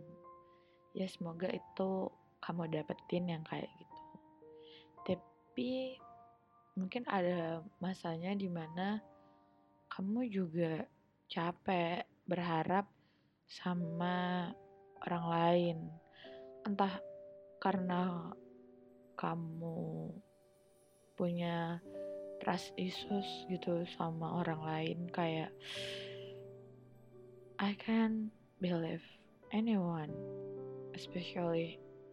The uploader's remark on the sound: I'm sorry but i didn't realize that my audio was quite low because i was using a headset.